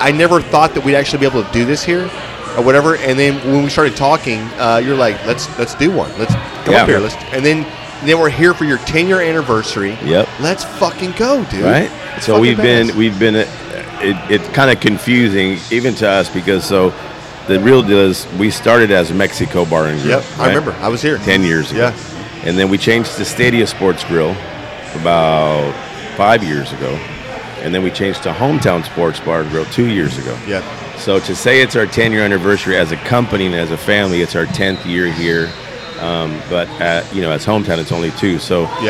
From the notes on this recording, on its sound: On location at his sports bar